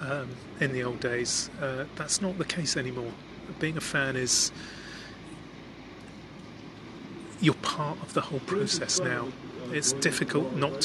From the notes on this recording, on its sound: This podcast was recorded by the river at Kew with accompaniment from ducks, trains, boats, and the tide. The whistle at the end is the sound of a District Line train going over Kew Bridge, and the wash lapping my feet is from a tourist boat heading towards Richmond.